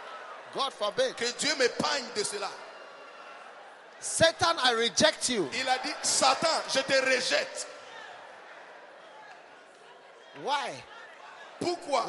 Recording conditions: live audience